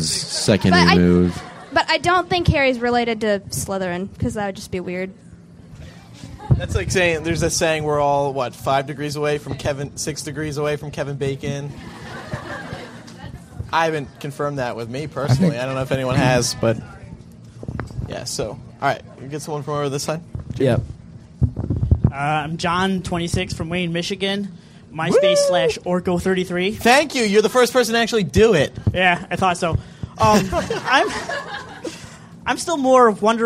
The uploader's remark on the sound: MuggleCast is LIVE from Novi, Michigan this week.